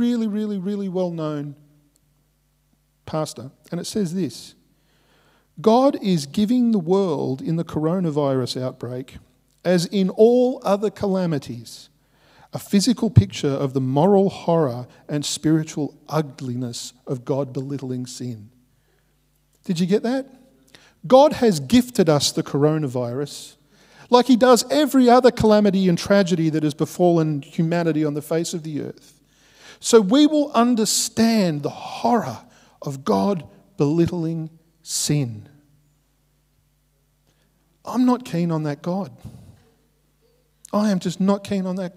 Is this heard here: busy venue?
no